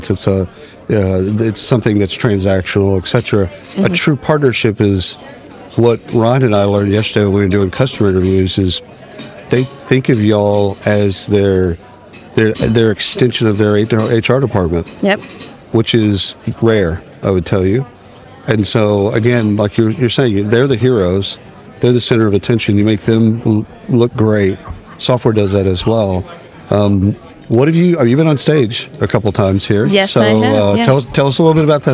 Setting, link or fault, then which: setting, busy venue